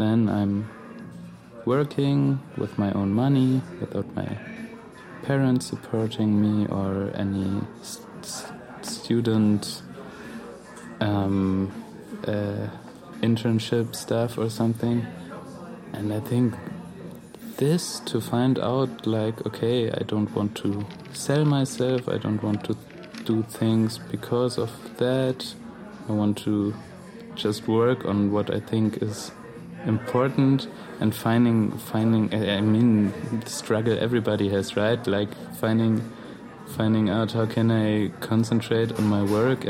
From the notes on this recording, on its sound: Recorded at Spielart Festival, 2019, Munich (DE)